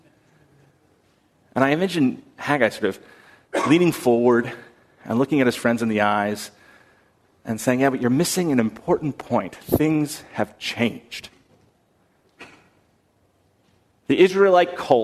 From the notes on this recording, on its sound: on November 10, 2019 at First Congregational Church of Houston